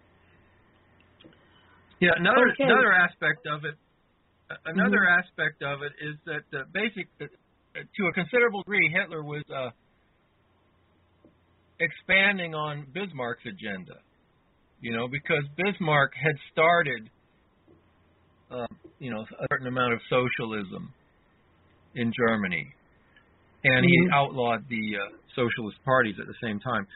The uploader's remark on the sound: we take callers during this live broadcast